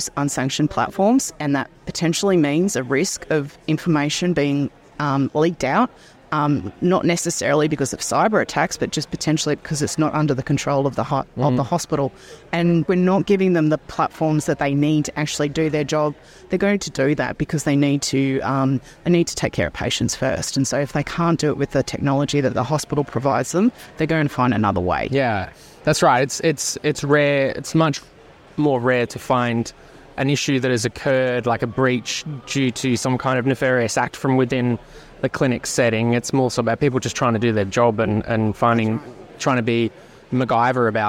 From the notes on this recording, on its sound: recorded at Healthcare Week in Hamilton New Zealand